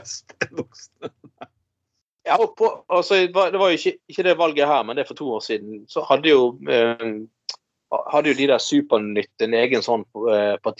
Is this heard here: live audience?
no